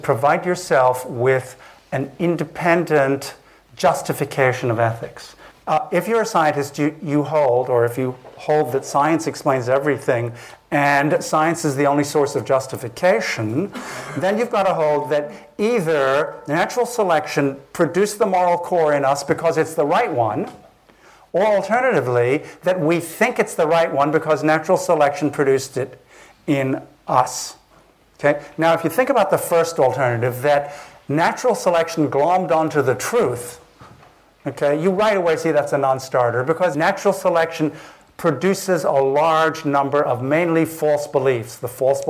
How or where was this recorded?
live audience